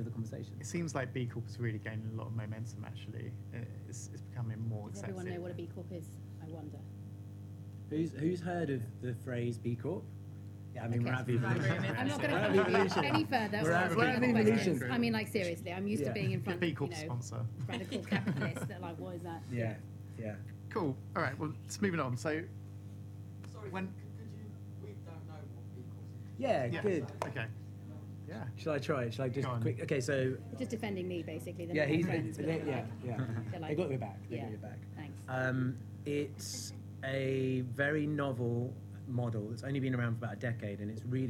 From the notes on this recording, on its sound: This talk was recorded on the Positive Futures stage at Vevolution Festival 2019.